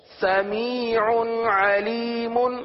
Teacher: تنوین کے بعد عین، عین حرف حلقی میں سے، لہذا اظہار کا قاعدہ ہوگا